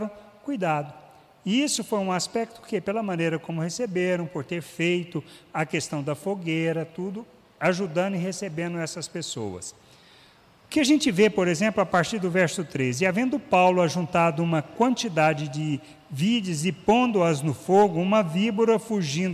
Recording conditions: large echoing room